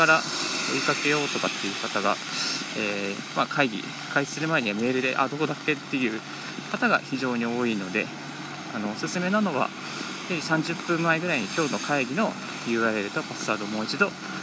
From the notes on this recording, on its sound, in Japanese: 歩きながらラジオ配信